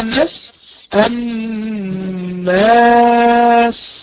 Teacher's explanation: والسين من حروف الرخاوه بقى جريها